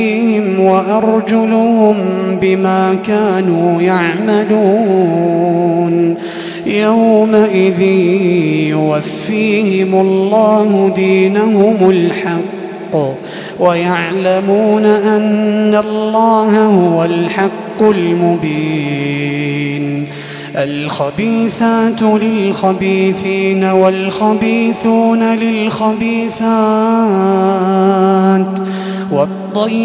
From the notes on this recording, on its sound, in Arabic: تسجيلات من صلاة التراويح لشهر رمضان عام 2016.